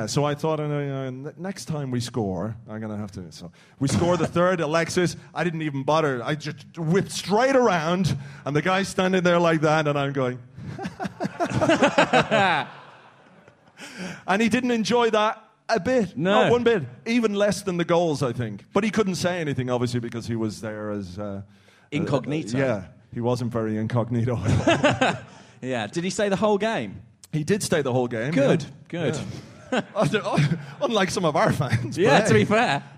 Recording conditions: live audience